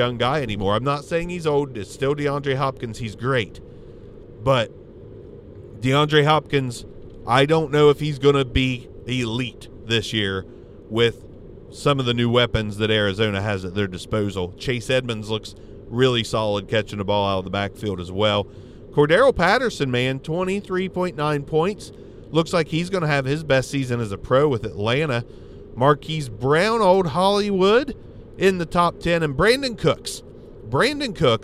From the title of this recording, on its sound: In The Car